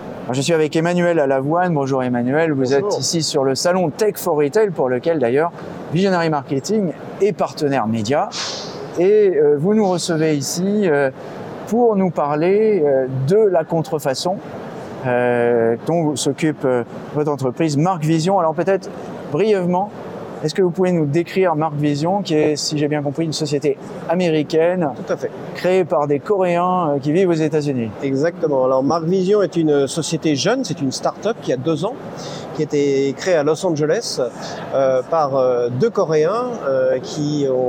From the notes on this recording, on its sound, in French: Interview, enregistrée pendant le salon Tech for Retail. Voici la transcription de notre interview, enregistrée pendant le salon Tech for Retail dont nous étions partenaire média.